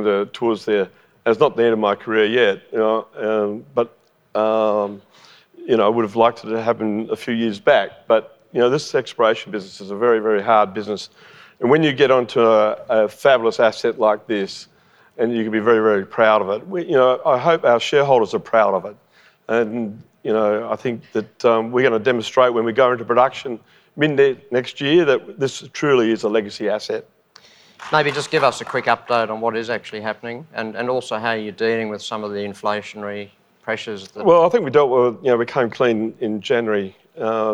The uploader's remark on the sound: LIVE recording on the Gold Coast. This is a live recording from the main stage of Resources Rising Stars conference on the Gold Coast.